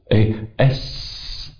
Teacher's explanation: عدم تقعر اللسان، عدم تصاعد الصوت، عشان ده حرف مرقق · Term: صفة الترقيق